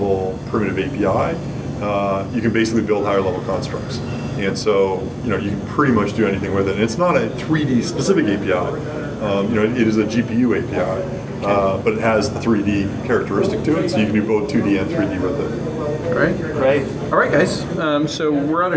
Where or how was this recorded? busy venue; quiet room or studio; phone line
busy venue